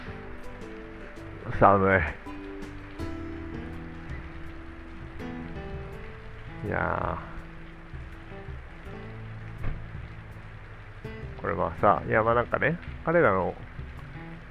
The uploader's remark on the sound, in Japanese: カッパドキアで雨の中彷徨いながら収録。